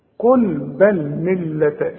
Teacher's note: اللام المشددة لا تغنى لكن اتك على الحرف علشان يبان الحرف المشدد